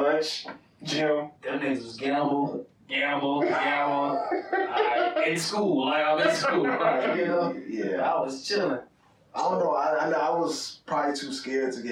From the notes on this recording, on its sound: Excuse the audio in the first 25 mins